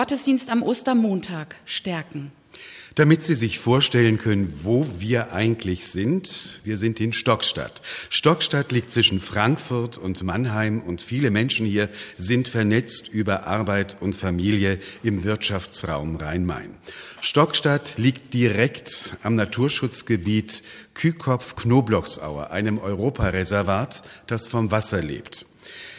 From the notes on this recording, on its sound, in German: Evangelischer Gottesdienst am Ostermontag aus der Ev. Kirche in Stockstadt am Rhein. Musik: Frauenchor der Gemeinde.